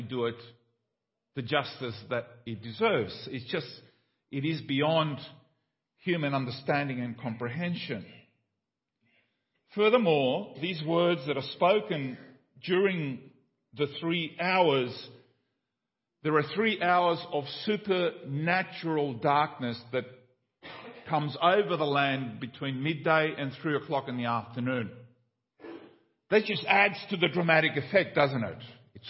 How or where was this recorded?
large echoing room